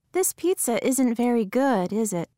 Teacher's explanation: Notice how the intonation falls in tag questions when you expect the listener to agree